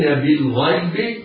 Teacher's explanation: اللام في بالغيب لام مرققة مظهرة لأنها لام قمرية لوقوع الغين بعدها، الياء حرف لين يسقط مده يحترز القارئ من مده حال الواصل بالغيب ويقيمون، الياء مرققة والقاف مكسورة مفخمة بعدها ياء بعدها منه مضمومة واو تمد مدا طبيعيا بمقدار حركتين ويقيمون الصلاة.